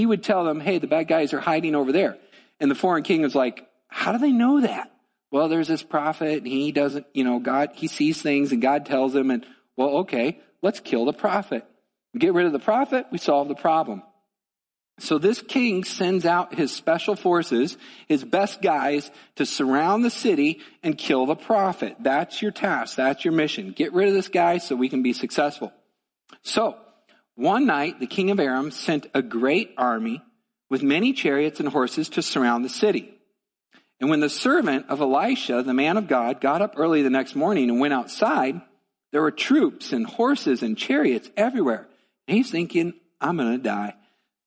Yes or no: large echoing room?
yes